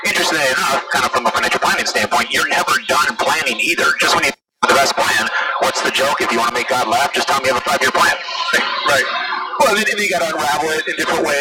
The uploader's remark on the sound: recorded in flight